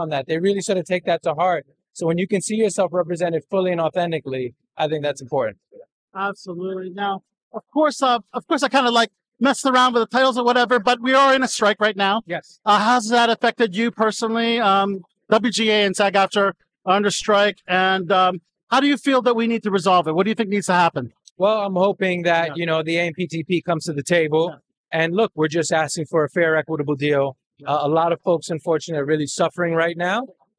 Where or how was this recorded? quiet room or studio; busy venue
busy venue